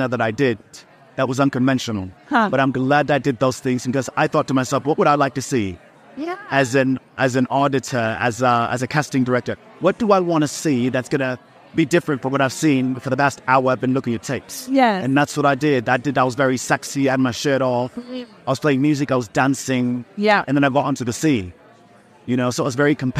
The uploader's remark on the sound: Straight from the heart of the Sundance Film Festival. It's a collection of mini interviews with some incredible talents I had the pleasure of meeting in Park City, Utah.